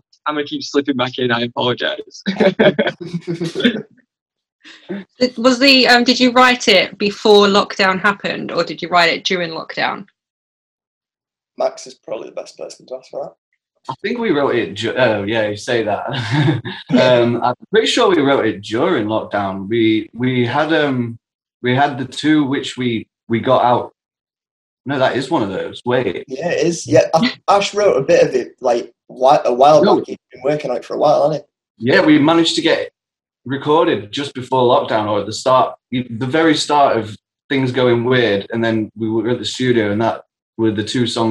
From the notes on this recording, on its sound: Recorded on Zoom.